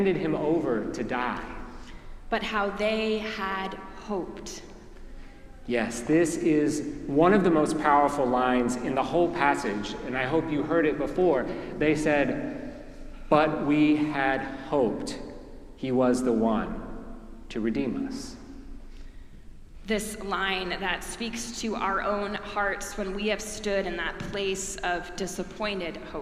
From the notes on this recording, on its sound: preached at our celebration of the Holy Eucharist on the Third Sunday of Easter